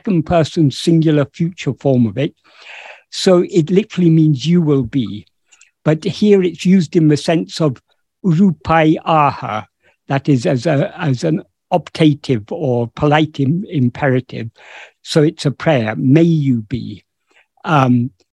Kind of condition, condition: link, video call